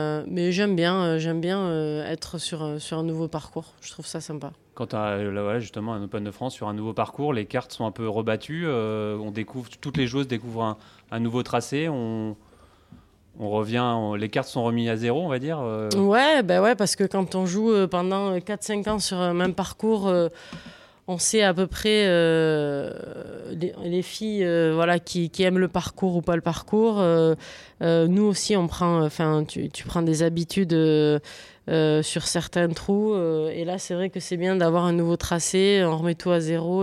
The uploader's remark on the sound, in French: Cette semaine Swing est en direct de Deauville où se déroule cette semaine le Lacoste Ladies Open de France.